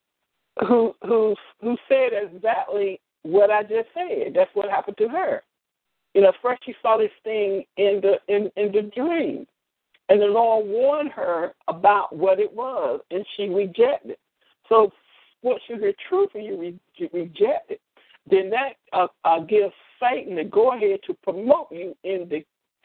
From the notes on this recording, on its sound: ALL CALLS ARE RECORDED AND SHARED ON ALL OUR PROGRAMS.